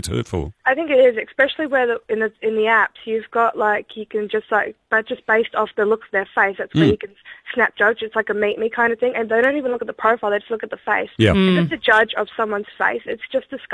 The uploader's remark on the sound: … decided to open the phones.